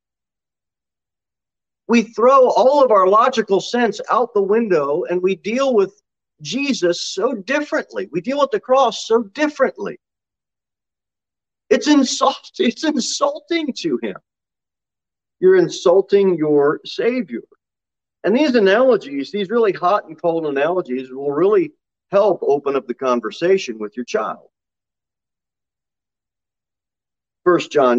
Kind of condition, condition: setting, large echoing room